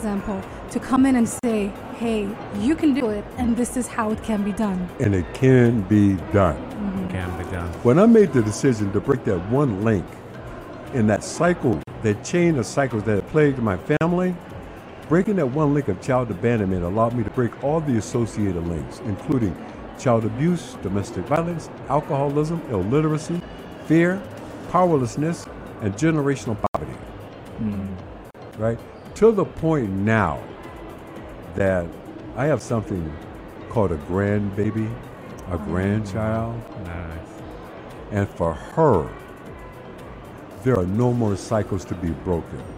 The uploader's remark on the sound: Pulse 95 Live at SIBF. In the UAE.